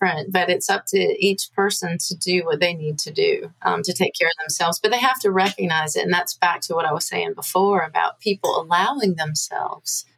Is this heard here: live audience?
no